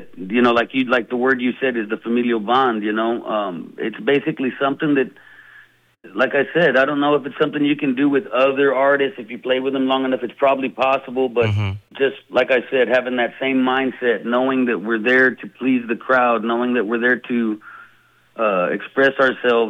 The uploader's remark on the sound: chats on the phone